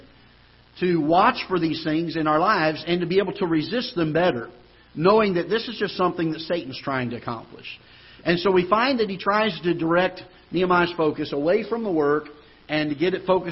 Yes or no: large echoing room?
yes